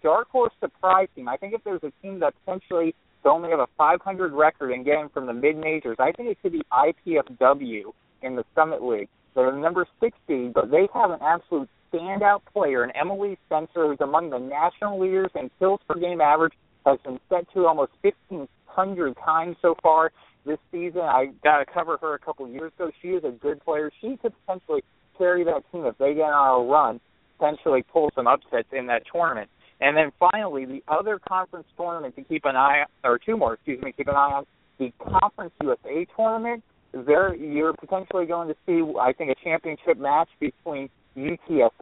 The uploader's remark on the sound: will be calling